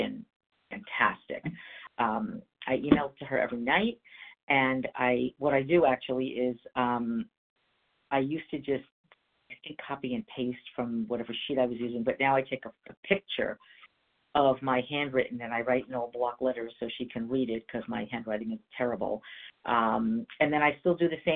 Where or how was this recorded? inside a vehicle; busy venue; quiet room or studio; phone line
phone line